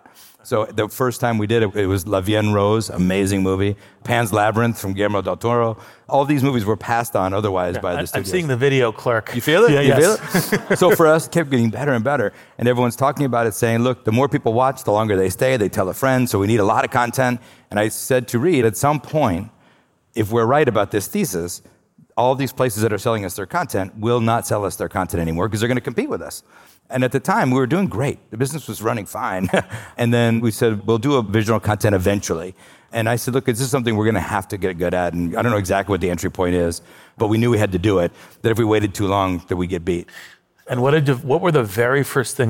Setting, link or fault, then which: setting, live audience